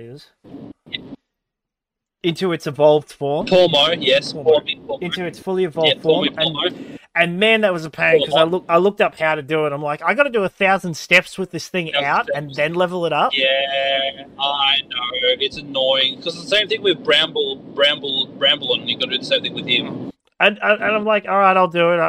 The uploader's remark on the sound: Car Edition